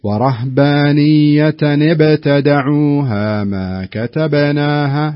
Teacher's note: في قوله ابتدعوها، هنا حرف الباء حرف ساكن، وكذلك ما كتبناها، يعني قلقلة بسيطة كذا لأنها داخل الكلمة